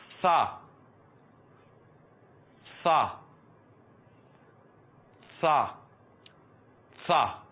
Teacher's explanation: زبان کا سرا اوپر کے دانتوں کے اندرونی اس کنارے سے ادا ہوتا ہے